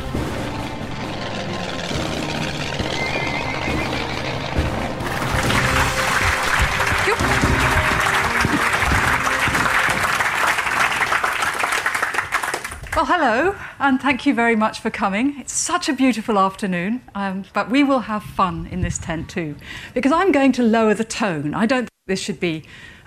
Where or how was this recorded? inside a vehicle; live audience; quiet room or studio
live audience